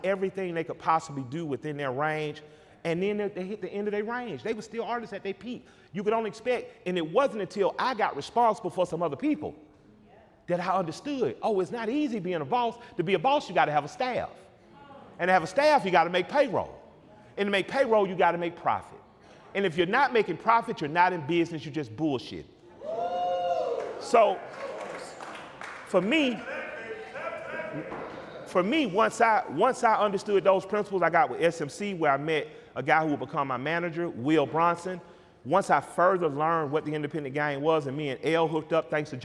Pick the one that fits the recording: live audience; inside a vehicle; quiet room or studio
live audience